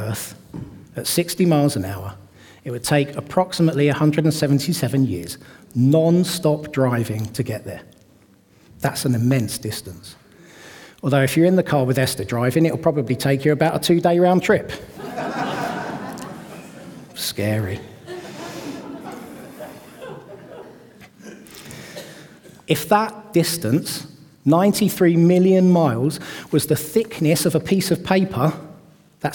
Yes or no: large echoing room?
yes